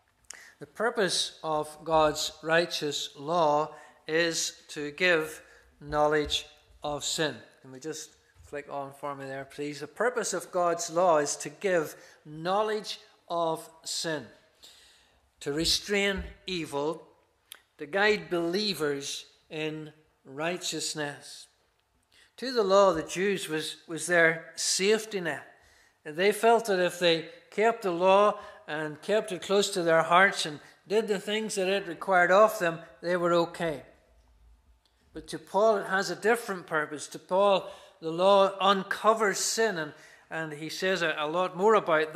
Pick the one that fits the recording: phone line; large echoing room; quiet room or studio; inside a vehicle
large echoing room